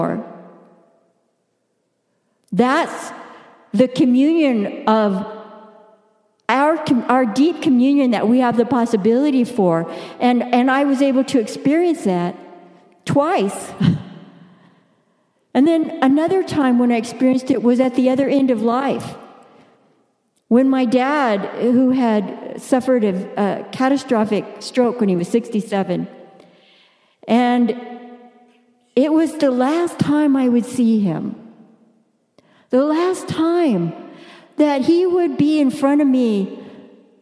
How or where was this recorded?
large echoing room